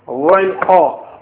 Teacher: Originate from the upper portion of the throat.